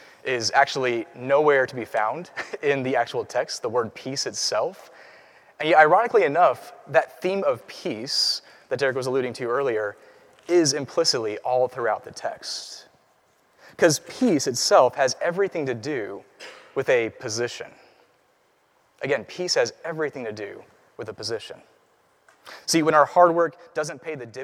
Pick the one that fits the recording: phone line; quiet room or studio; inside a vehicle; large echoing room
large echoing room